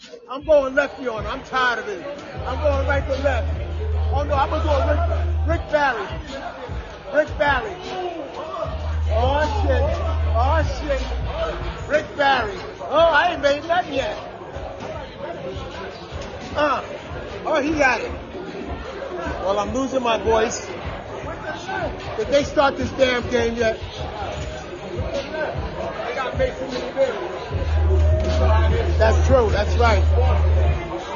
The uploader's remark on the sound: Live From The Orsis Pavillion